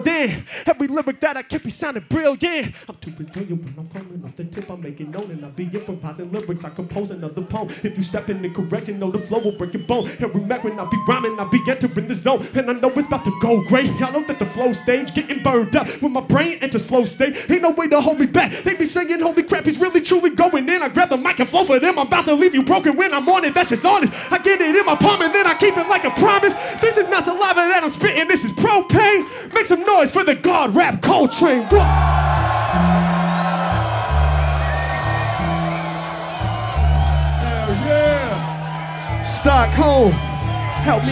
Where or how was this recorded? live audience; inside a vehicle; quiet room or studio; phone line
live audience